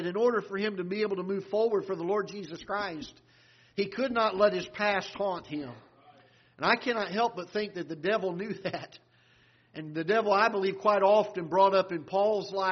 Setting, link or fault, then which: setting, large echoing room